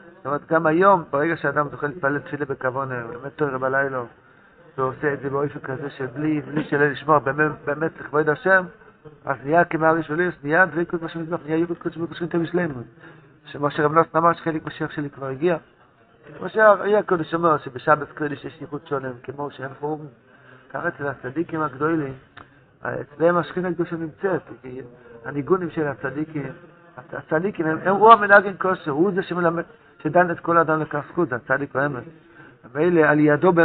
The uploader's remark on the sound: Audio drastically improves starting Daf 4A.